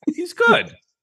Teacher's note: you have to say it with surprise in your voice a little bit too. You gotta tone up on the end.